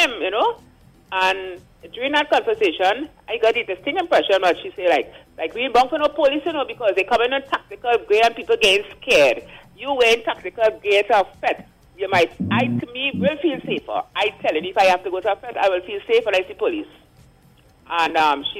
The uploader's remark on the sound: we take more calls from the audience